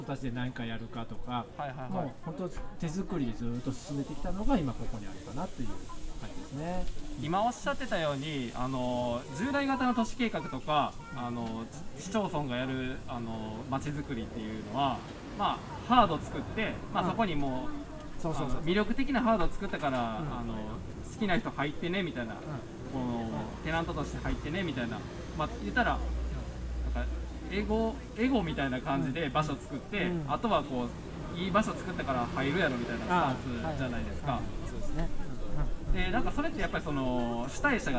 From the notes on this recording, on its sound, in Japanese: 2021年7月22日に開催された「イノタウンフェス」の特設会場で収録しております。宝塚市小林イノタウン 初のロケです。